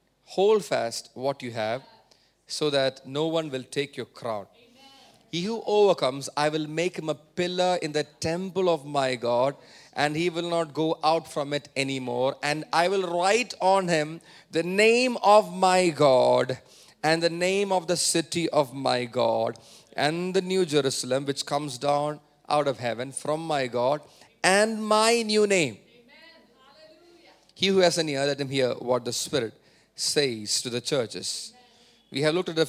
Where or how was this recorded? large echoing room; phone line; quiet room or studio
large echoing room